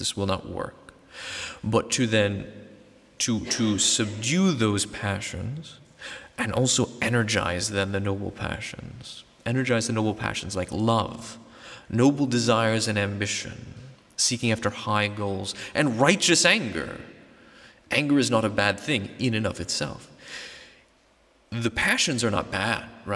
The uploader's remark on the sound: This episode is a recording of a talk given in November 2019 at International Theological Institute in Trumau (Vienna), Austria.